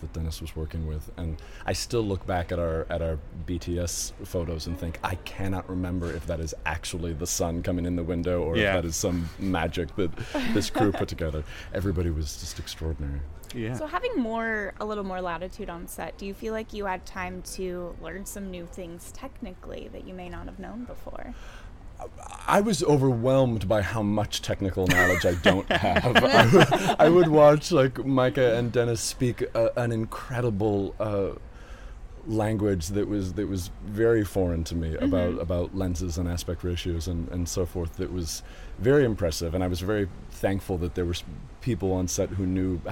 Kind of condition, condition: setting, busy venue